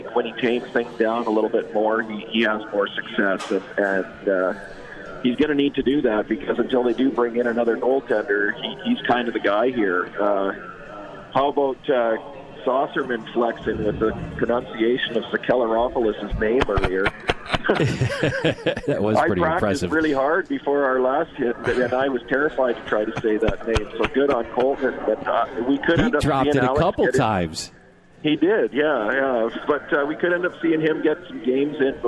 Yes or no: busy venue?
yes